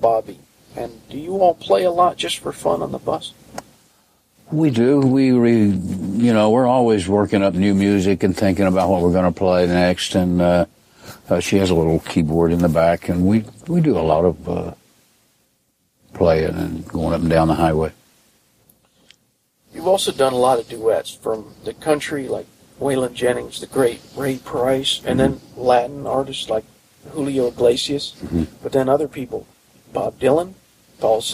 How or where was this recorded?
inside a vehicle